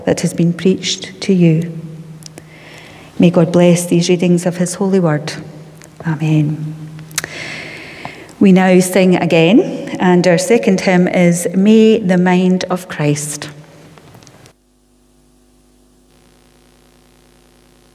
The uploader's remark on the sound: Sunday Worship: 17 October 2021 (Live at the Old Kirk)